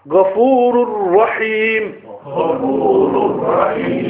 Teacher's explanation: Of the first Ra, the Tanween, the sound of Tanween is completely hidden. It's gone into the Ra. · Term: Idgham Tam